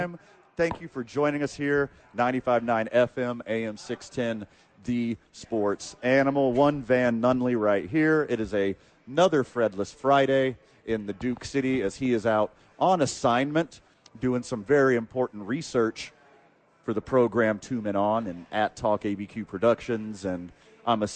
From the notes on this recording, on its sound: live from Red Door